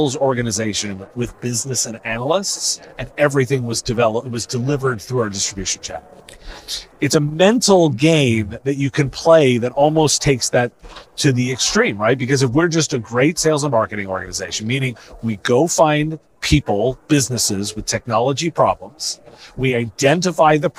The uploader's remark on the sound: This was recorded at IT Nation Connect 2023.